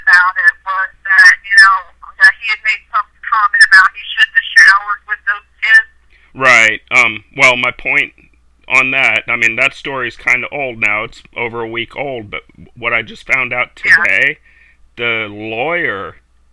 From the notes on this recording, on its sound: joins the show via phone